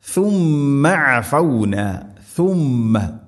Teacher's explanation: ث ഉച്ചരിക്കുന്ന സമയത്ത് നാവിൻ്റെ അറ്റം മുൻപല്ലുകളുടെ ഇരുനിരകൾക്കിടയിലൂടെ വളരെ നേരിയ തോതിൽ, എന്നാൽ ദാലിനേക്കാൾ കൂടുതലായിട്ട് അല്പം പുറത്താവണം